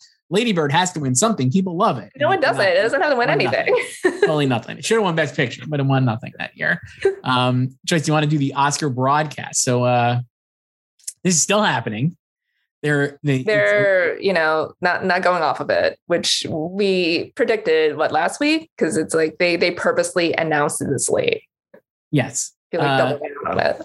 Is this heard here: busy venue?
no